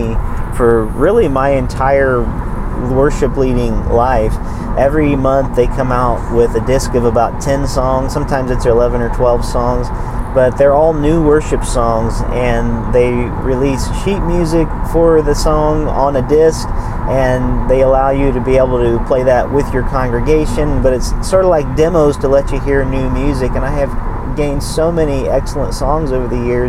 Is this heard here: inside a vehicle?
yes